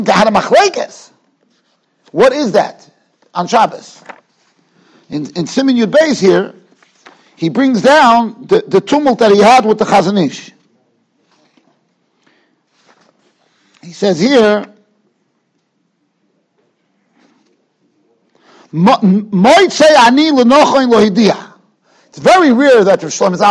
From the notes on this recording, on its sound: Shiur recorded in Yeshivas Ohr Reuven, Monsey, NY.